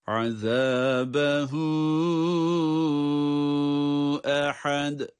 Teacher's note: Ama burada beraber okuduğumuzu, geçiş yaptığımızı dikkate aldığımız takdirde azabehu ehad diye meddi munfasıl dört elif miktarı kadar uzatabiliyoruz